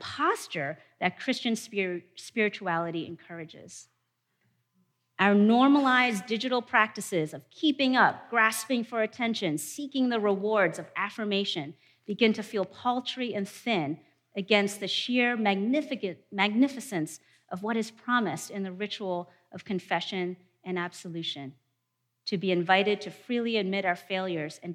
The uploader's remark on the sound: In a presentation from our 2019 theology conference